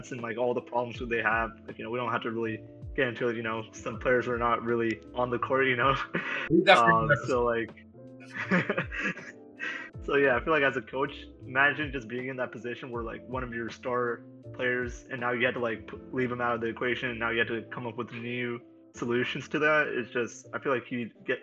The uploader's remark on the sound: We also apologize for the poor sound quality